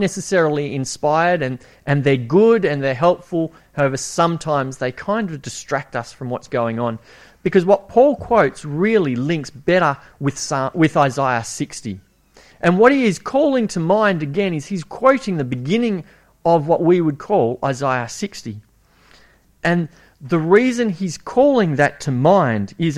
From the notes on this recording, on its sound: It was preached at Esperance Church of Christ on a monthly basis from August 2015 - April 2017.